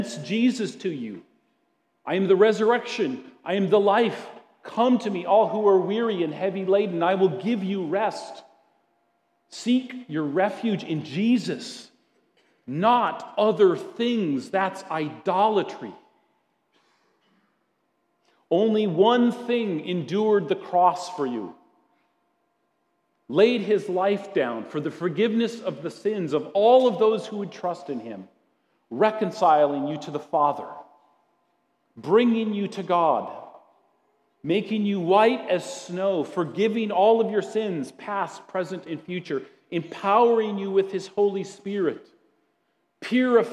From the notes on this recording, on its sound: at Grace City Church in Fargo, North Dakota.